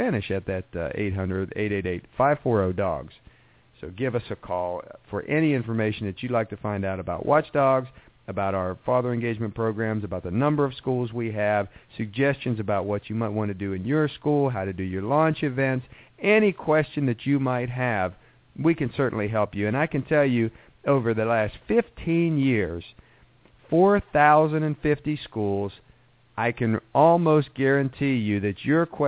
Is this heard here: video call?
no